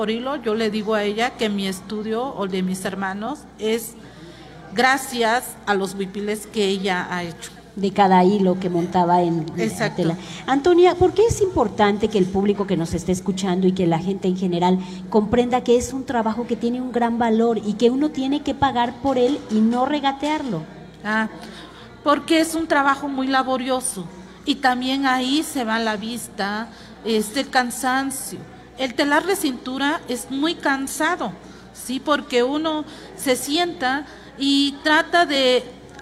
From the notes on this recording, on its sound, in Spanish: totalmente en vivo desde el Complejo Cultural Los Pinos donde se lleva a cabo #Original2023 Encuentro de Arte Textil Mexicano